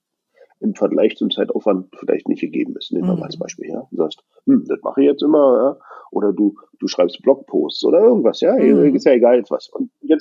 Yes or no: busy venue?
no